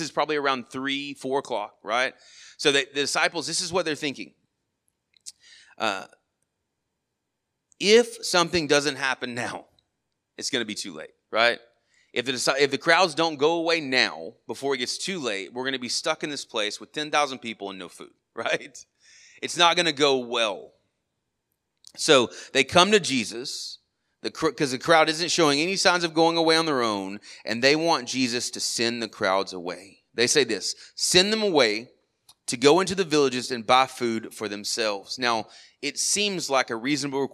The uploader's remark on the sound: Sermon audio from our morning service on 8/6/23